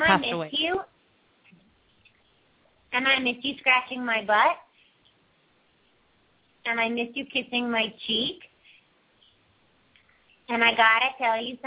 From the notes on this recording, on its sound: open up the lines for listeners to call